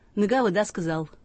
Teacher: у всех примерно одинаковая была черта, которая выражалась в произношении «о» и «а» безударного, стоящего перед ударением, как «ы»